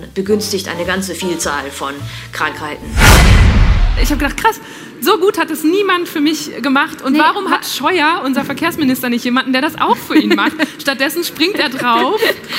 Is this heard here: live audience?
yes